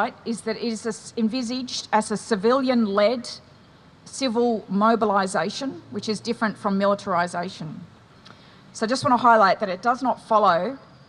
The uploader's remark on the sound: at the Mothers For Climate Justice event outside NGV Sat 19 Aug